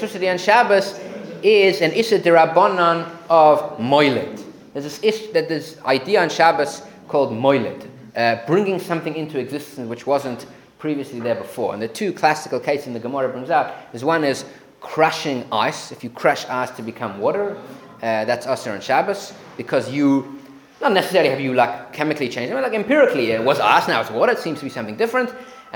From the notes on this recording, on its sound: Recorded live at The Torah Center ATL on December 17, 2023